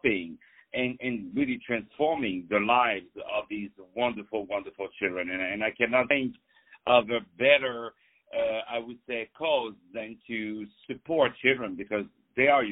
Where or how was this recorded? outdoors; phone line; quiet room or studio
phone line